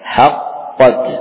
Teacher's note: qaf yang pertama yang sukun la tuqalqal. La tuqalqal, tidak diqalqalah. Karena diidghamkan ke dalam huruf qaf.